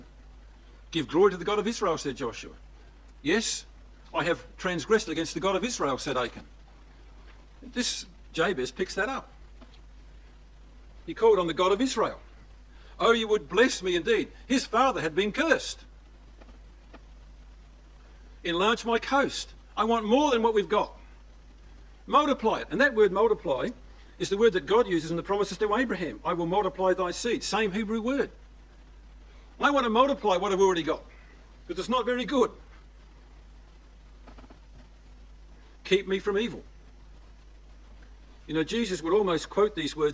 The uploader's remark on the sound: These 5 studies recorded at the Boronia ecclesia